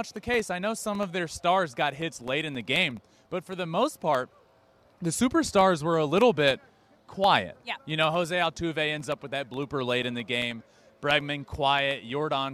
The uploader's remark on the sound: WORLD SERIES POST GAME SHOW LIVE FROM MINUTE MAID PARK.